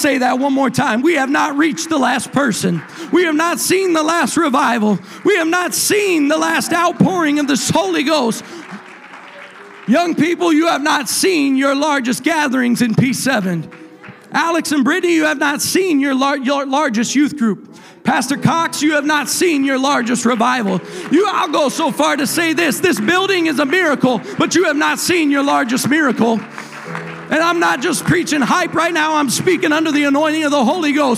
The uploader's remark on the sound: a service recording from Connect Point UPC